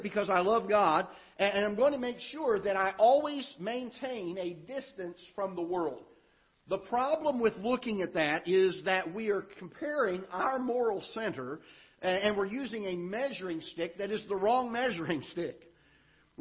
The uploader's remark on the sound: Ketha Heights Baptist Church ~ Live Broadcast